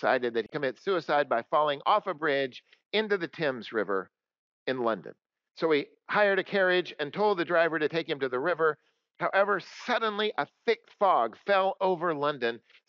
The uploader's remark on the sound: coming to you from Old South Presbyterian Church in Newburyport, MA